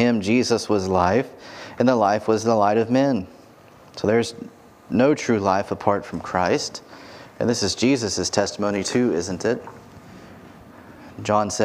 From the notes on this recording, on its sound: preached this sermon from the pulpit of Grace Community Church in Berea, KY